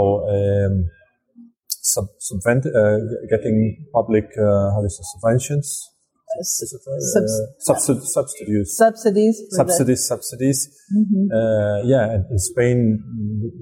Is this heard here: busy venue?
yes